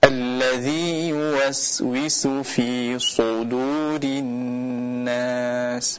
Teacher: Dan juga pada surat An-Nas pada ayat alladzi yuwaswisu fi suduri, di sini ada huruf sin dan huruf sad ya, keduanya harus dibedakan. Khususnya huruf sad ini seringnya kita kurang dalam menebalkannya